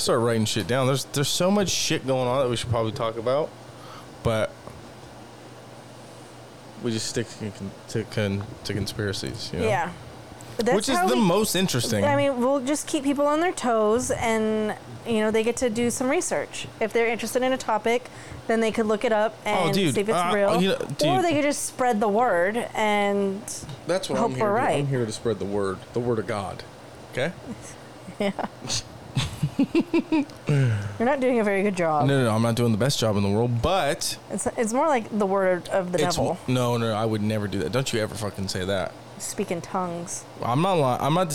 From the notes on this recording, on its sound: It's been hot, the air conditioner was on, it was never turned off during recording. Enjoy the soothing ambient noise of the air conditioner.